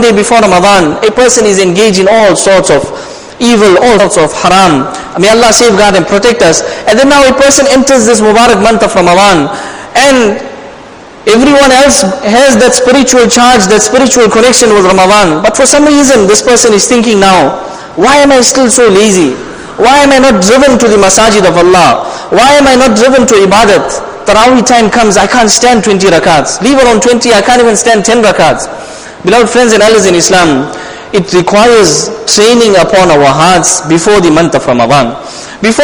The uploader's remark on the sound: Jumuah lecture